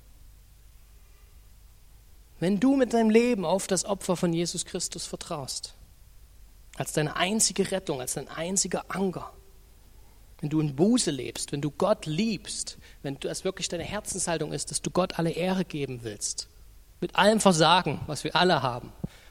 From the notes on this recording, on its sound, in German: Die Predigt ist aus dem Gottesdienst vom 25.